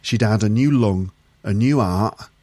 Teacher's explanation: he drops the T in the word heart